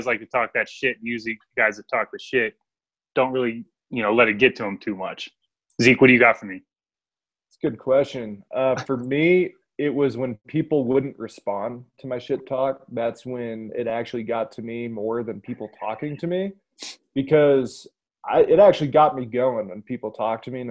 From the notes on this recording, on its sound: We use the Zoom app to continue our Podcast while social distancing with our FULL crew on board.